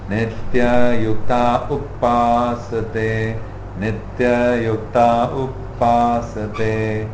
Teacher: I'm simply just stopping on that P and going again. · Term: double P